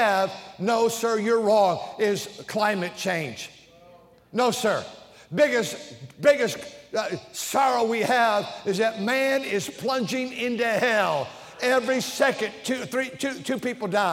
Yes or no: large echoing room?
yes